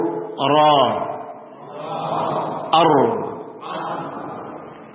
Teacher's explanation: Makhrajnya adalah tarful lisan. Ujung lidah bagian atas bertemu dengan gusi atas. Di antara sifatnya adalah takrir. · Di antara sifatnya adalah takrir. Takrir itu adalah getaran ringan. Dia bergetar tetapi tidak berlebihan.